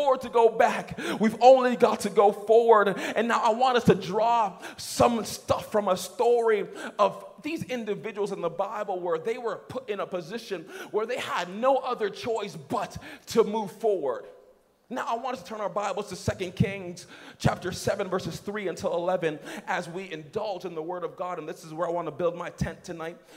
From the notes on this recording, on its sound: Message preached at Young on Fire Conference (YOF) 2019